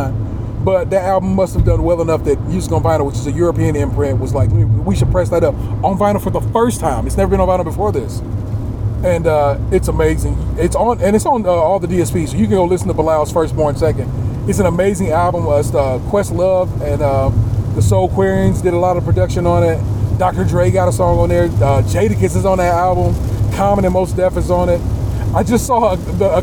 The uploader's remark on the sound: We recorded some at the lovely Hilton Garden Inn Detroit Troy and the rest we recorded on the Ohio Turnpike travelling home.